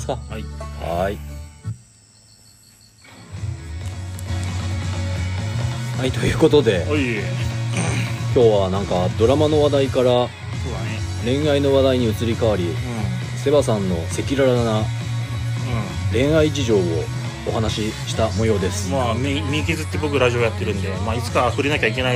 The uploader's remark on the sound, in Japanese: 雨の中の収録となった今回